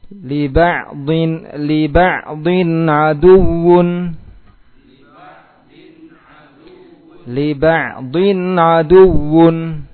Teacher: Makanya diizharkan, nunnya dibaca jelas meskipun masih ada di situ sifat ghunnahnya, cuma ghunnah yang sifatnya naqisah, tidak sempurna